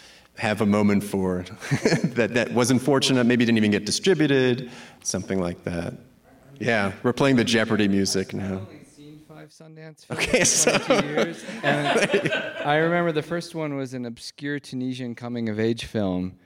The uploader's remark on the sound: Recorded at Sundance in front of an audience at the Kickstarter house.